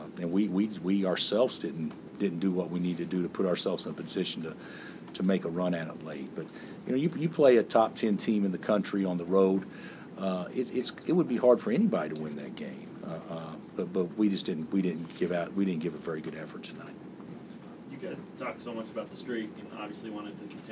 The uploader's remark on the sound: Press Conferences & Post-Game Interviews